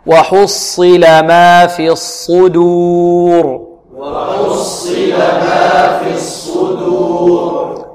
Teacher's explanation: مفخمة، لأنها سكنت في الوقف وكان قبلها واو أو ضمة، وإذا وصلناها نرققها لأنها مكسورة.